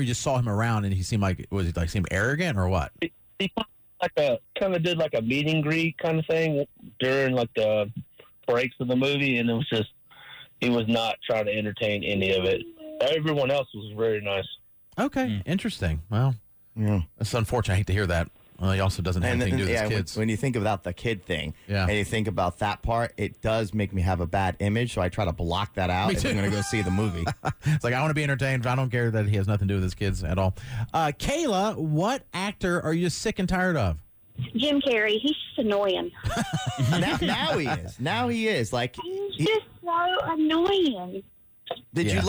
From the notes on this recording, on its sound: Listeners called in after the drop of the most hated celeb list.